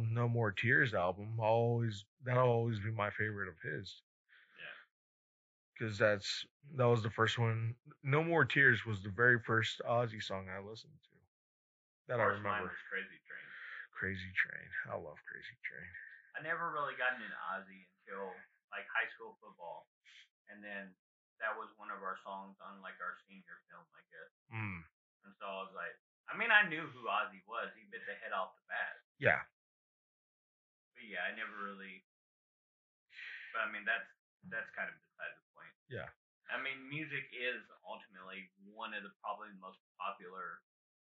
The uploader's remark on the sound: we had a malfunction with the audio